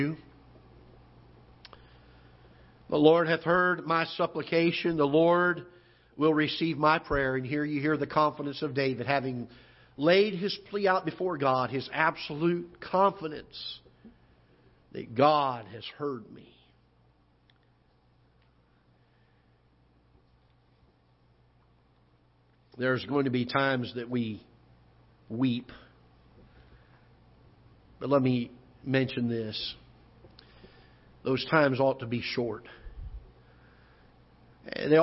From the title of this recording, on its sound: Ketha Heights Baptist Church ~ Live Broadcast